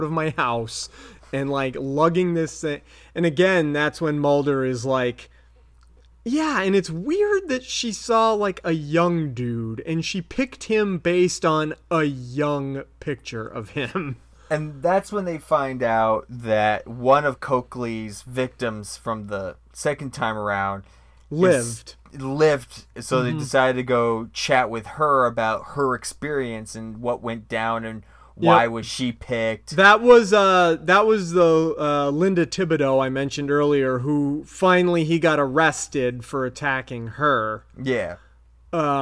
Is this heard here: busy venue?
no